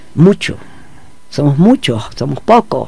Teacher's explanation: En Tabasco tenemos la elisión de la S final